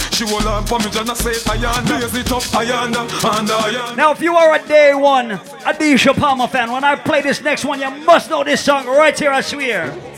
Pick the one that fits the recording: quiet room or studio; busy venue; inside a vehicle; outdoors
busy venue